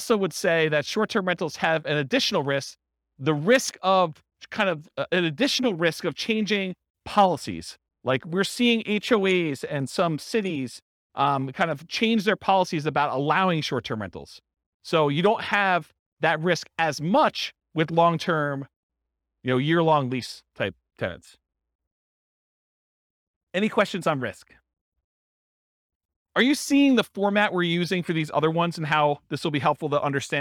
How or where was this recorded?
live audience